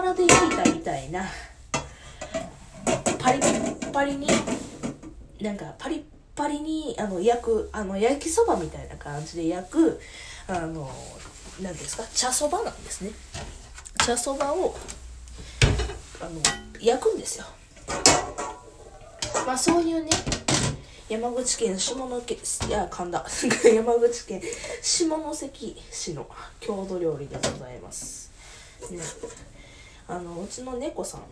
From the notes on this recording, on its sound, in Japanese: 薄焼き卵を作りながら。From Radiotalk。料理音声。